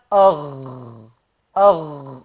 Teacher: أدنى الحلق منطقة جذر اللسان مع الحنك اللحمي، ويخرج منه حرفان وهما الحرف الأول الغين والحرف الثاني الخاء